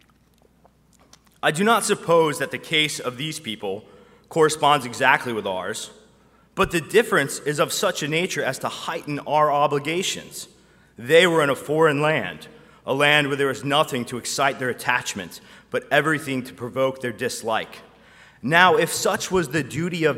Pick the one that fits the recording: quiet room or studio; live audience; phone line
live audience